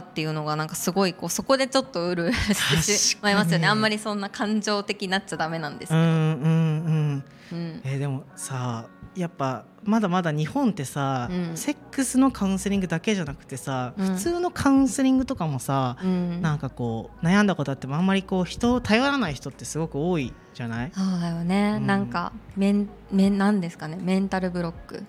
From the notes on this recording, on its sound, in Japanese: SELF LOVE FES での公開収録です。ラフォーレ原宿で行われる セルフラブをキーワードにしたイベント「SELF LOVE FES（セルフラブフェス）」 にセクシャルウェルネスブランドmahoroが出展しました。